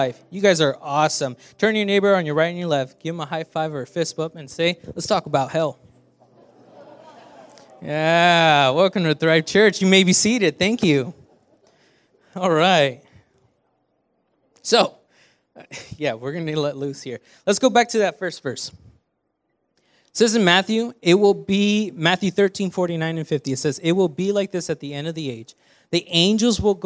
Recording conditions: large echoing room